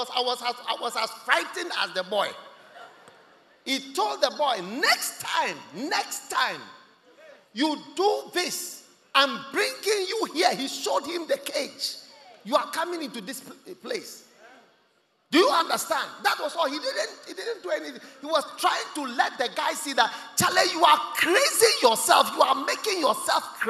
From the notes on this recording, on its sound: Preached at The COME HOME Service held at the First Love Center, Accra